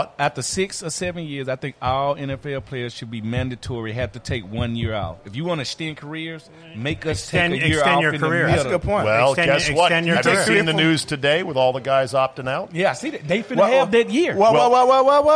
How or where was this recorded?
busy venue